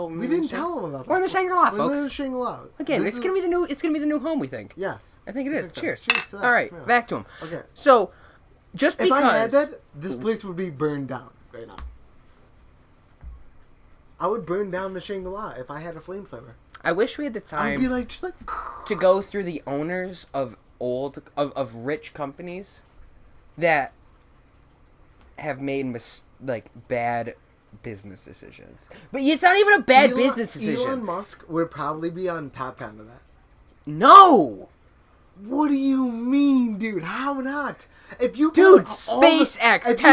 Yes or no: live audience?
no